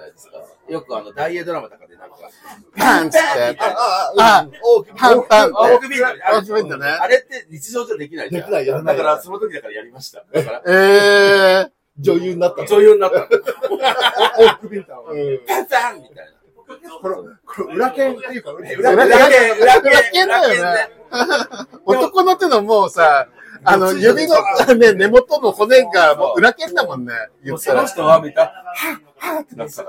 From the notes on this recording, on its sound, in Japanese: 先日のとらんぽりんでの飲み会中、コラボ録っちゃう？みたいなノリから収録してみました 周りの音も拾いまくってるのでお聞き苦しいかと思いますが